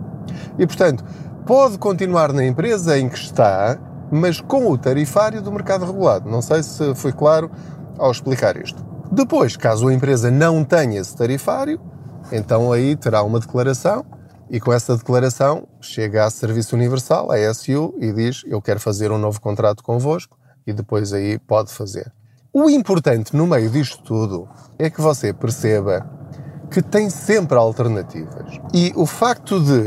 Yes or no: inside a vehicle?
yes